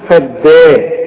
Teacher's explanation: ما تقولش فضى الدال والمد بتاعها مرقق